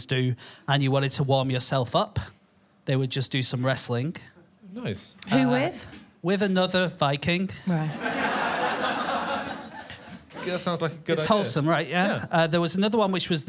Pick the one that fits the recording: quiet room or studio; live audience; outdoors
live audience